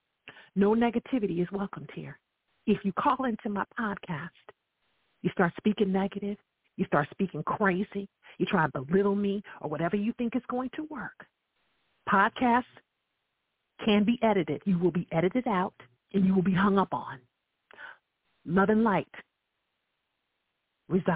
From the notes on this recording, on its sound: I welcome live callers to dial